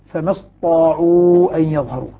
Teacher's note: قال هنا قرأ لحمزة بالتشديد، فما استطاعوا أن يظهروا، تشديد الطاء، تشديد الطاء على اعتبار أنه كان فيها تاء وأدغمت التاء في الطاء فأصبحت طاء مشددة